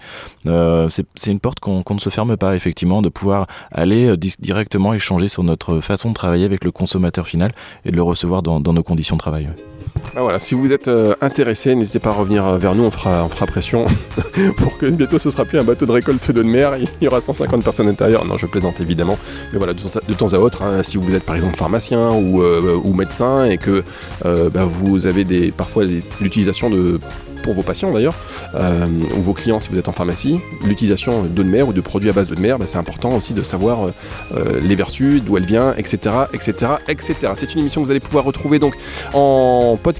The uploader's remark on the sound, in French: Une émission exceptionnelle, enregistrée en direct de l'archipel de Chausey en Normandie, à bord du Sagone, le bateau de récolte d'eau de mer du laboratoire Biothalassol .